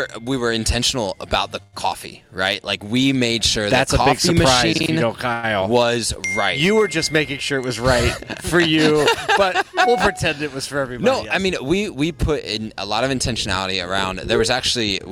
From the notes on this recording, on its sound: In-Showroom Interview. Beaver Toyota.